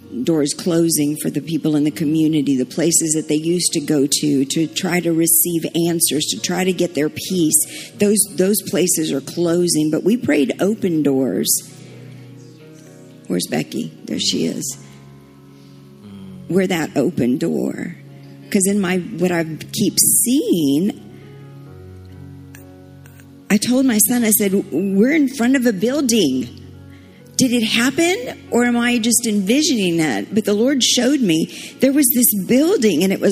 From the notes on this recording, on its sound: Summer Revival Nights. LIVE Midweek Service.